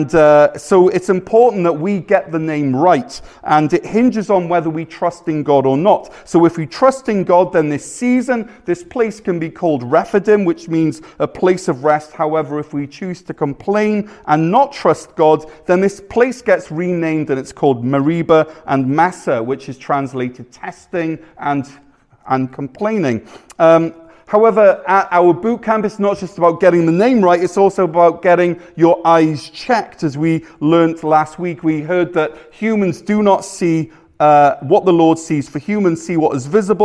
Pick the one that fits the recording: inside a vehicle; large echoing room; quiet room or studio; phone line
large echoing room